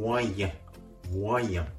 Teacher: 使われます。では、この言い方、フランス語で見ていきましょう。フランス語で中程度のは、モアイアン。もう一度発音します。フランス語で中程度のは、モアイアン。英語と比べてみましょう。英単語のミリアン。フランス語のモアイアン。単語自体は全く異なりますね。ですが、この単語も英語と同じく、このモアイアンというのは中間の平均的なという意味なんですね。ですから、まあ、大きいと小さいの間、まあ、程よいですとか、これも中程度の平均的なという意味で用いられます。発音のポイント、これは語尾のモアイアンの微母音、アンです。ボインはカタカナ発音、モアイヤンと発音しながら同時に、ヤンをいうときに鼻から息を抜かすように、モアイヤン、モアイヤンと発音するところがポイントです。ビ